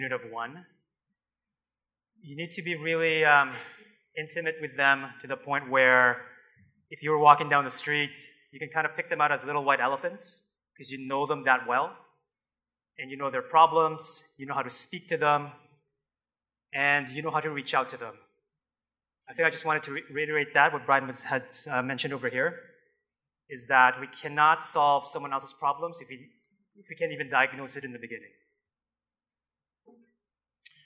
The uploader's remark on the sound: Live Broadcast at the The IPBC IGNITE Conference.